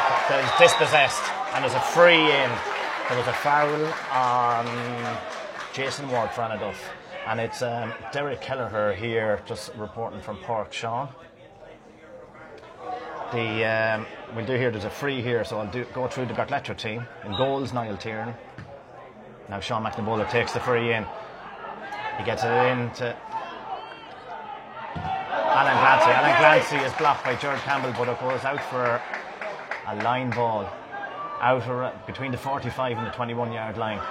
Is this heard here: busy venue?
yes